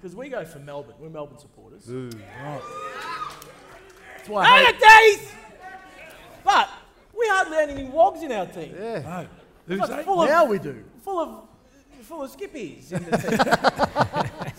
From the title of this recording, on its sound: Live From Crown Casino